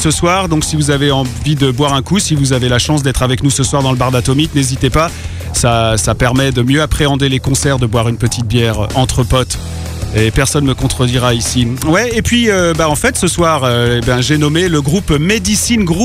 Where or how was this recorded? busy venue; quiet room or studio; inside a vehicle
busy venue